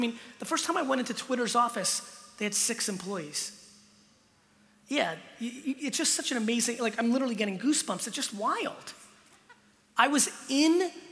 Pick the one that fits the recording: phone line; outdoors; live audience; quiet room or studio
live audience